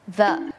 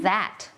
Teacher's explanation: จะเป็นเสียง voicedเนี่ยแปลว่าเส้นเสียงของเราเนี่ยมันจะสั่น